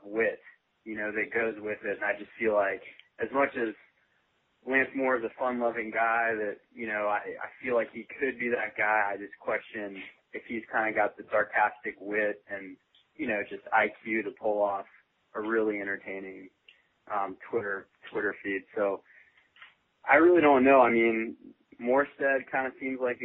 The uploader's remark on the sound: Chronic Podcast: Suprise call